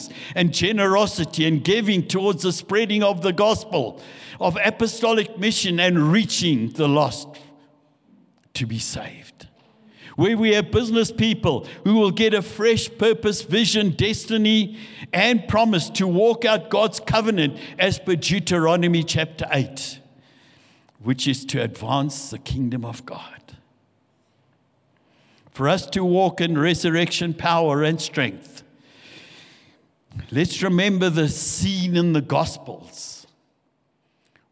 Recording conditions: large echoing room